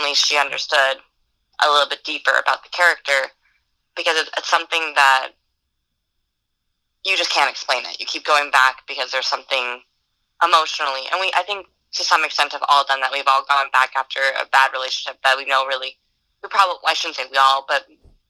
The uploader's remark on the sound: Via telephone communicator device.